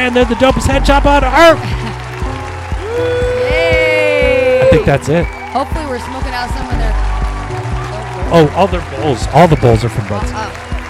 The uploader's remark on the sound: Filmed in front of a live Studio Audience.